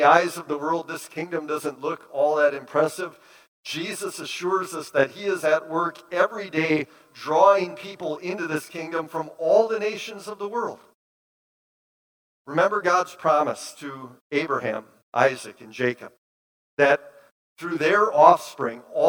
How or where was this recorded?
large echoing room